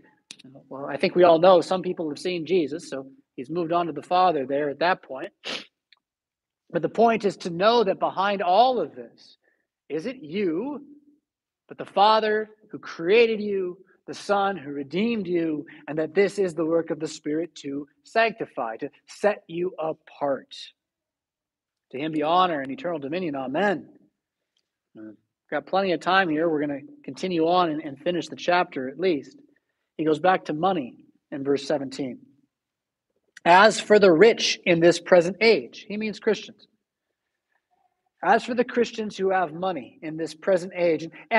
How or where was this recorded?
large echoing room